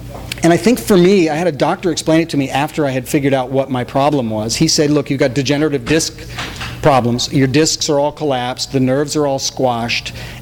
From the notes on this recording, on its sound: THIS EVENT WAS RECORDED LIVE AT SKYLIGHT BOOKS